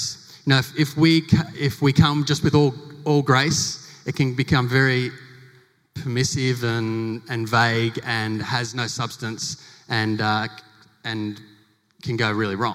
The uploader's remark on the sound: Recorded live in front of 700 educators at the St Philip’s Christian College 2020 Big Day Out.